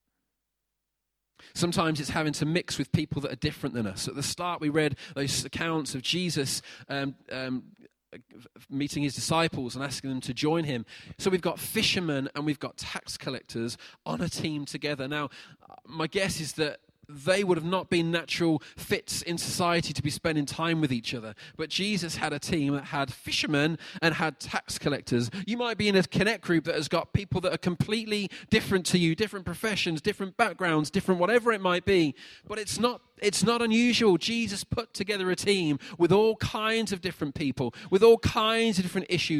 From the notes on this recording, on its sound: Recorded at freedomcentre church, Preston on Sunday 23rd June 2019